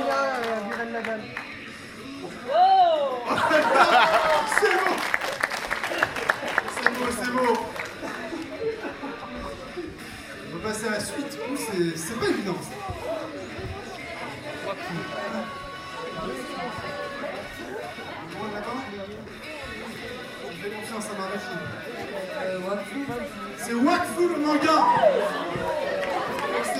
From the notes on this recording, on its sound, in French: Dernier enregistrement réalisé lors de Jap In Tarn 2017. Dernier enregistrement réalisé lors de Jap In Tarn 2017, le célèbre quiz de l'association Shiawa .